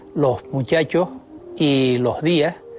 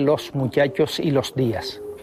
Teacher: aspiran los canarios la S que aparece a final de sílaba · Shown in: first take · Term: aspiración